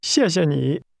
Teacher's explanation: the word for you is pronounced with a falling, rising tone.